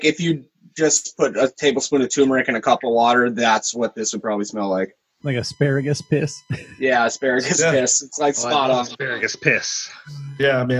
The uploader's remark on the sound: another Zoom episode of Brews, Booze, & Reviews